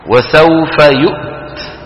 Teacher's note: بدك تسكن الهمزة وتجيب التاء شديدة وتهمسها